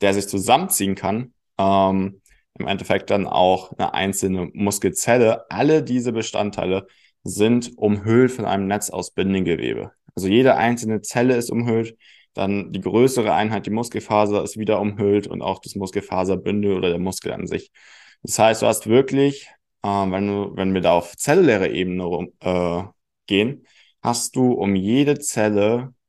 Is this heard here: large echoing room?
no